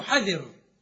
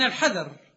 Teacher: الثامن زيادة الحركة ونقصانها ونقصان حركة أخرى، نحو حذر من الحذر، ح ذا صار حذر، زيدت فيه كسرة الذال ونقصت منه فتحته · Shown in: first take · ح ذا صارت حذر، يعني نقصت الفتحة وزيدت الكسرة.